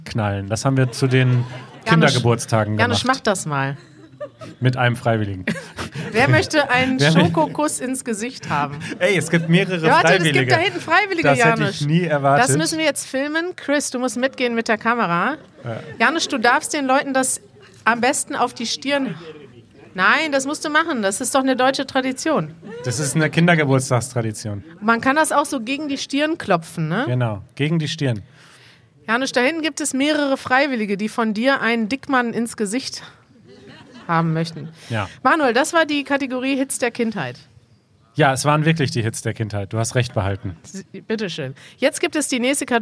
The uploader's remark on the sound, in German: Wir machen den großen Süßigkeiten-Test — live vor Publikum in Berlin.